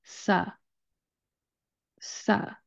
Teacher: we're going to start with the S sound, and then we're going to put in that schwa vowel sound, that U vowel sound.